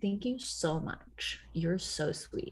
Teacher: my voice goes up hella octaves, and then I do like the vocal fry. I'm like, thank you so much.